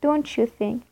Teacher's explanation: you can mix T and ye in order to spice up your listening and say ch